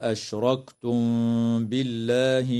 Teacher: وترقق اللام في اسم الله لوقوعها بعد كسرة